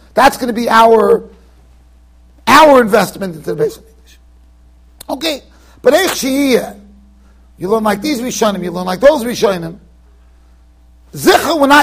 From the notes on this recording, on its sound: Shiur recorded in Yeshivas Ohr Reuven, Monsey NY.